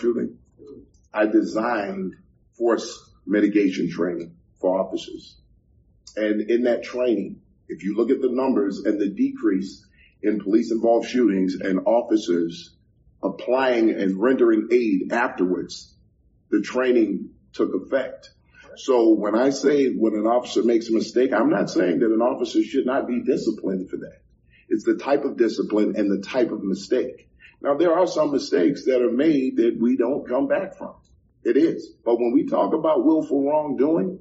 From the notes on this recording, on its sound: audio from a public meeting of the Chicago Police Board on Feb 22 2024